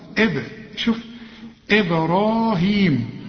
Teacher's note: البه اللي عليها السكون لازم نقلقلها. إب شوف إبراهيم، وبعد الراء في ألف عشان تمد الراء حركتين، إبراهيم.